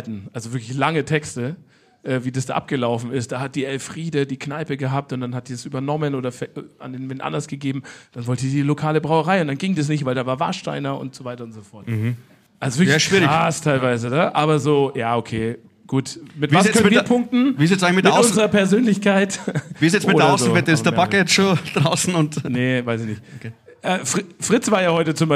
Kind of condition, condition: setting, live audience